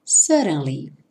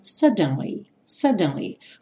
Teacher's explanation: Aqui, esses dois D's vão ter um som de R, de R, como ali na legenda em azul. É comum no inglês americano T ou D aparecer com esse som de R · Shown in: first take · No inglês britânico, eles falariam suddenly, suddenly, com o D bem marcadinho.